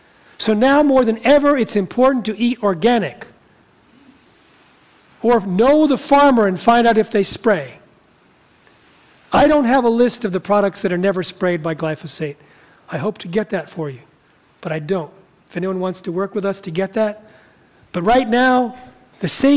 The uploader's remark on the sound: talks in front of a live audience